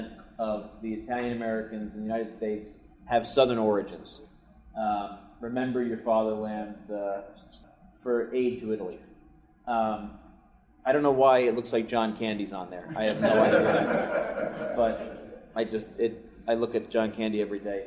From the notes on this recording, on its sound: Recorded from a live presentation, join our friends in Cleveland.